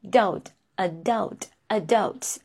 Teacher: This A is pronounced a, short er, and we stress the second syllable